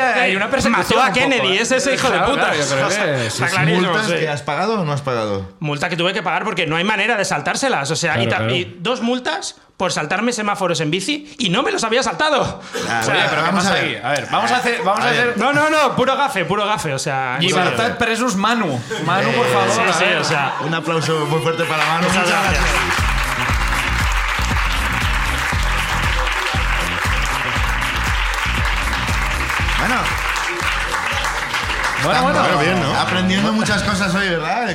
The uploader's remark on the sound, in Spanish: El público de La Llama sube al escenario